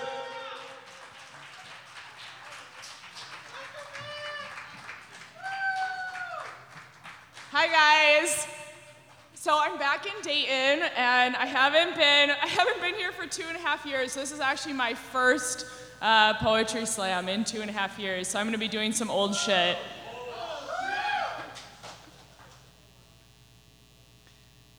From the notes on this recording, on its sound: This is the live recording